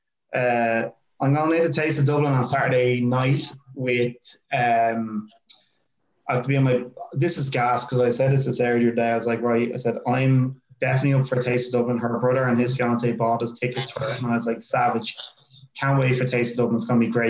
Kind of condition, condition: link, video call